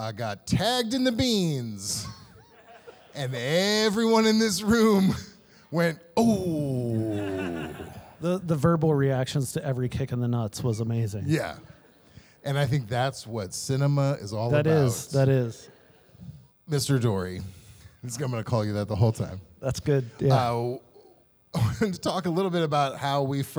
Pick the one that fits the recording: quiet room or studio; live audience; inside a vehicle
live audience